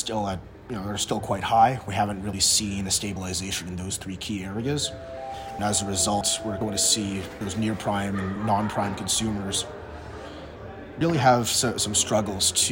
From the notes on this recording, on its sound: talking this time from the Used Car Week conferences in Scottsdale, Ariz.